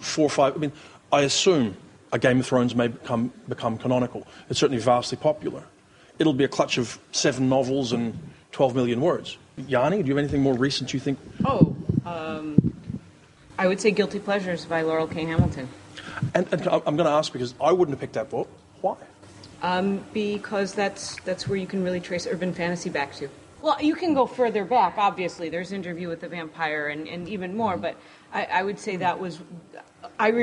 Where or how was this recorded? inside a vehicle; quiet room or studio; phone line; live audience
live audience